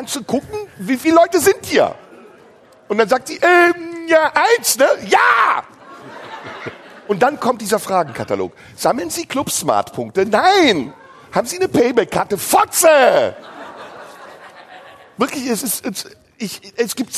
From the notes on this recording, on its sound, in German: Das Finale live im Tipi. Die 500 Livezuschauer im Tipi am Kanzleramt.